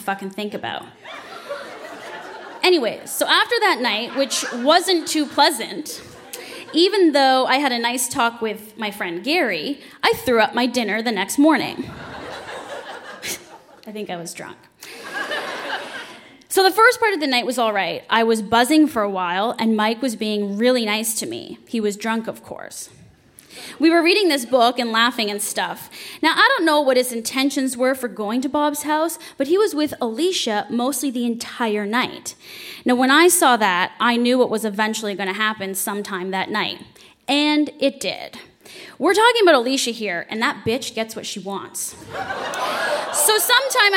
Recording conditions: live audience